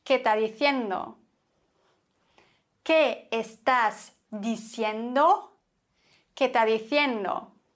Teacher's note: Ich verbinde die einzelnen Wörter miteinander, vor allem wenn Vokal auf Vokal trifft. Und ich versuche die Konsonanten abzuflachen.